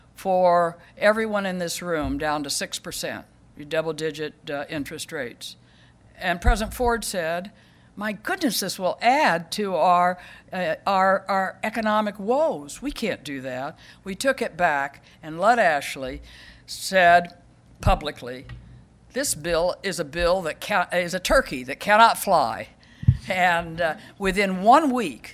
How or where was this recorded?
live audience